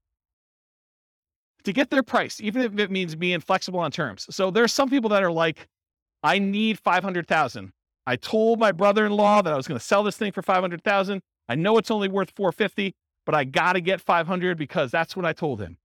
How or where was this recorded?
live audience